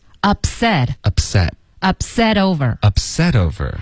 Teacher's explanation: couldI， could 跟 I 连读，How could I beupset？OK，be、okay?跟 up 之间会添加一个很轻的一个 y 的音，beup，beup，up 的这个 p 跟 s 的音，set 的 s 要连发，beup。Ups，你要直接爆破一个 p 的音进去这个 s 的音